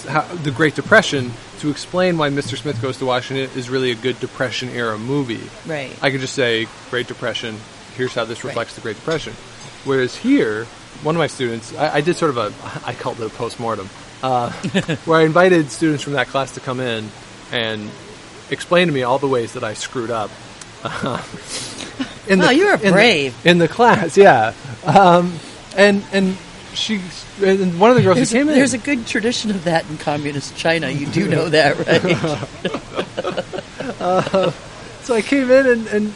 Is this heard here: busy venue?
yes